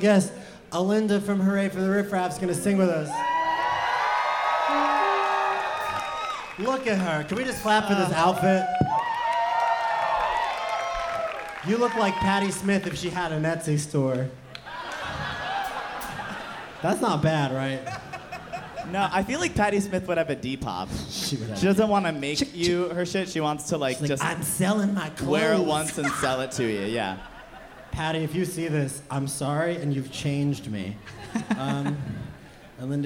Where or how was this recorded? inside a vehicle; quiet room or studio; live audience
live audience